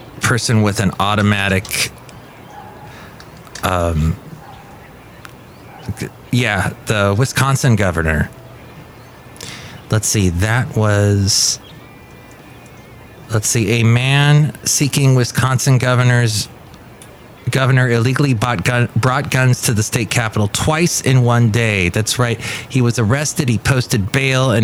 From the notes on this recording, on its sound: podcasts live from Café Anyway